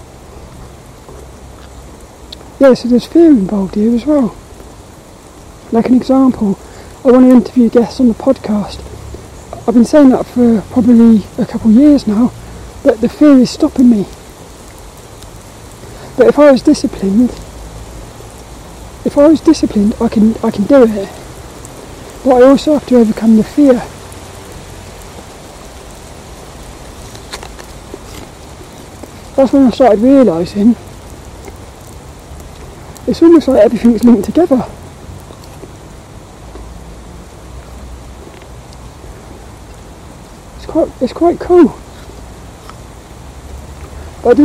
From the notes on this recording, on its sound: This walk and talk was recorded in the rain. Hope you enjoy this lil walk and talk around the local park.